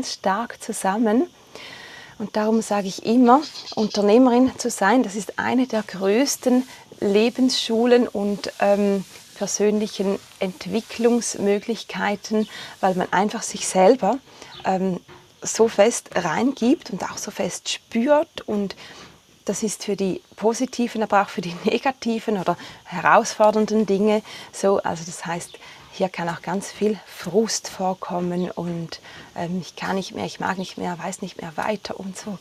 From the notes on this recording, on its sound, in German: Die Folge ist live von Ibiza aufgenommen, mit Grillen und anderen Hintergrundgeräuschen.